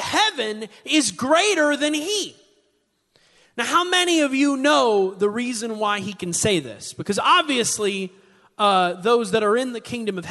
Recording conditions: large echoing room